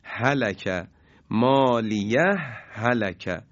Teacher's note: سکت میان دو ها در مالیه حلکه